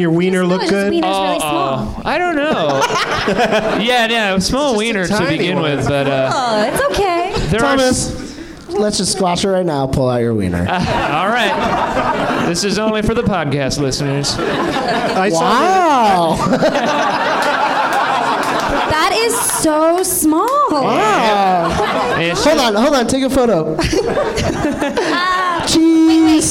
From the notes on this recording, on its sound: Live from the NerdMelt Showroom in LA